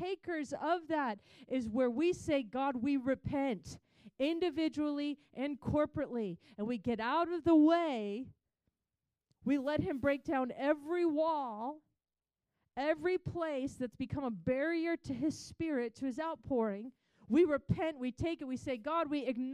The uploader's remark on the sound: Recorded on March 26, 2023 at Crossing Life Church in Carmel, ME.